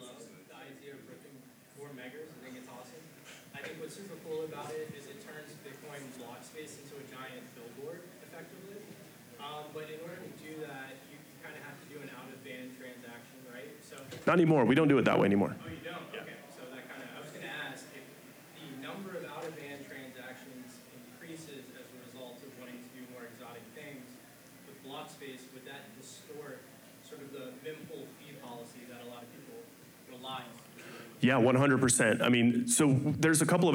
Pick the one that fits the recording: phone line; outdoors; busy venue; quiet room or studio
busy venue